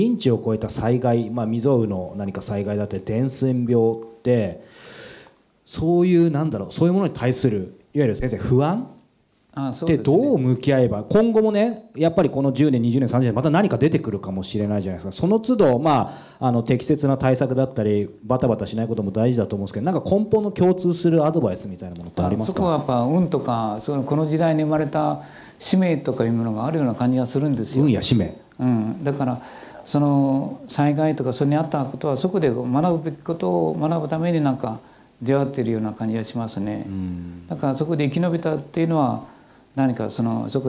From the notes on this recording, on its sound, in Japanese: 先日東京にて開催した公開収録の内容を５回に分けてお届けします。